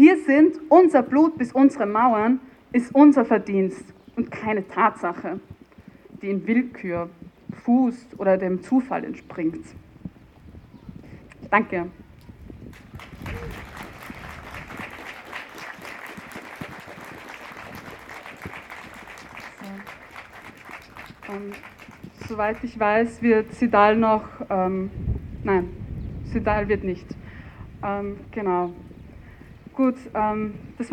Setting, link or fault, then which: setting, live audience